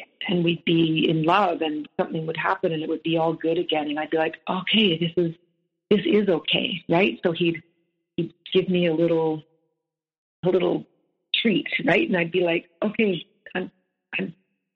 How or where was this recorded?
phone line